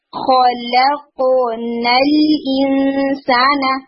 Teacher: یعنی خو کو بھی مزید ہیوی کریں، لام کو لائٹ کریں، قوف کو بھی مزید ہیوی کریں · Term: تفخیم